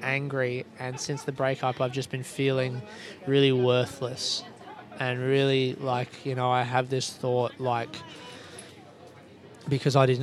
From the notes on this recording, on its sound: I recorded this episode from the Costa Coffee in the departure hall Kuala Lumpur Airport.